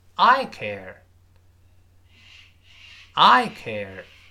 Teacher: 这个 I 就不能轻读 · Term: 不能弱化